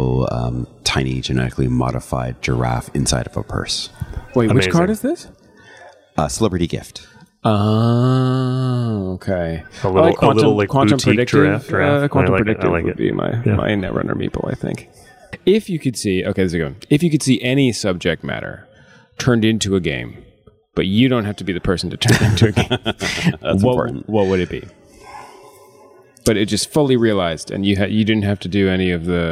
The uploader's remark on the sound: The second of two Designer Deep Dives we recorded on the ground at GEN CON in August.